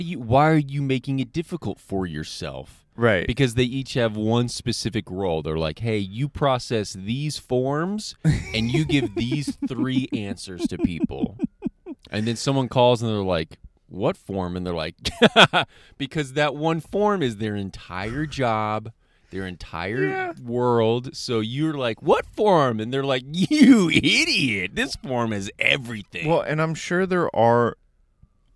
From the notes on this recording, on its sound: In A Car, At A Park, In The Morning. The boys are back in the car, this time in a parking lot at a park at 6 am.